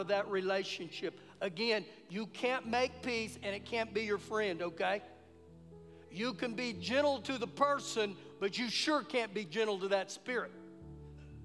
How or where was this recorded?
live audience